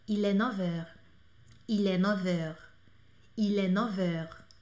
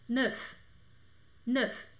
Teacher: Quando eu faço a, a liaison, a conexão da, da palavra 9, que termina com F, com hora, que é com H, mas eu tenho que fazer a junção, esse F ele fica com som de V · Shown in: first take